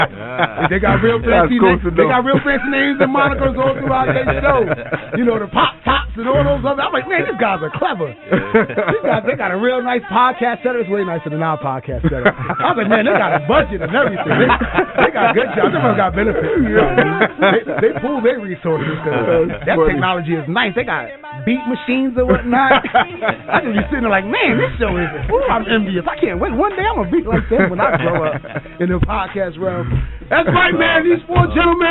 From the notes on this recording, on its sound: visits Bellefonte Brewing Company in Wilmington, DE